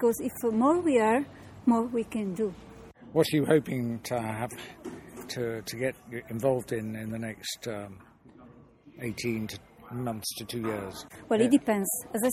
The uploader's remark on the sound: The medieval heart of Vic, in Catalunya; its narrow streets are not very conducive to recording an interview as sounds reverberate off the stone facades. As they weave through the bustling streets in search of ambient calm, their much interrupted conversation.